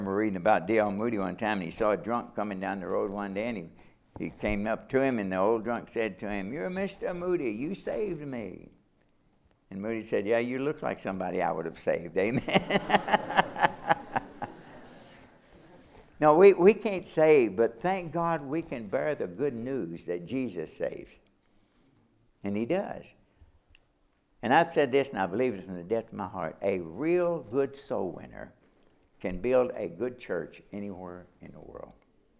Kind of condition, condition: setting, large echoing room